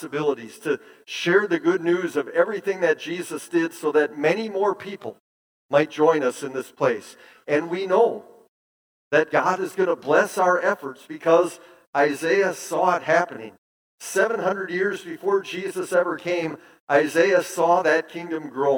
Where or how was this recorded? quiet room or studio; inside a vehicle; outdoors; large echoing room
large echoing room